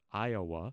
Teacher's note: There are others who say it with a kind of what's called a schwa sound in the middle, so it's Iowa.